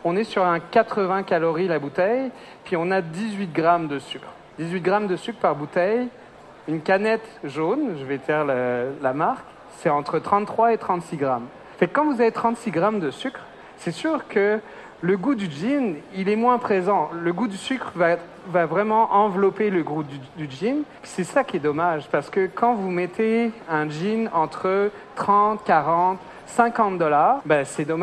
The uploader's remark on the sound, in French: 1642 au salon de la restauration. Dans le cadre du Salon de la restauration 2022. Un atelier devant le public.